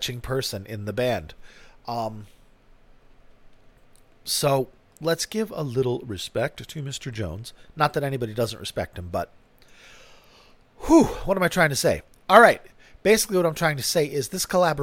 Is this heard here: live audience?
no